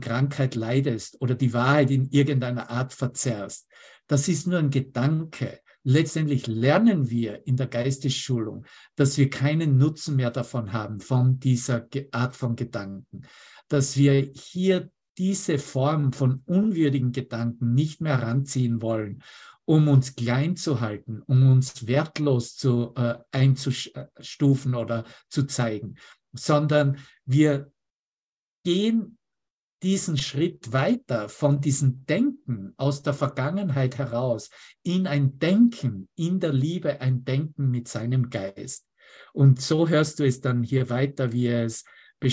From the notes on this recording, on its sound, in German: Zoom-Session. Veranstaltet von der Aleph Akademie.